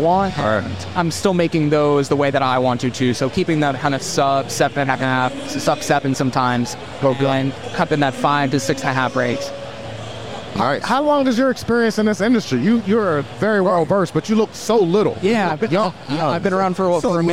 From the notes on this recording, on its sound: on location talking with cool folks and drinking good beer at Log Jammin’ III hosted by Human Robot